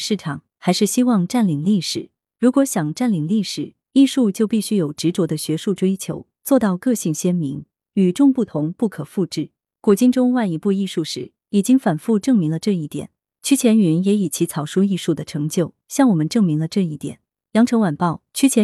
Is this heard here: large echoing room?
no